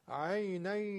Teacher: ادغام میشه مع الغنه، یعنی با غنه است، دو حرکت پس کشش داره، صدا از خیشون میاد اکثرش. عینی، اینم تستشه که معلوم بشه که وقتی من بینیم رو میگیرم، صدای توی دماغیمون به اصطلاح دیدین یه دفعه قطع شد و صدا فقط دهنی شد. · Term: ادغام مع الغنه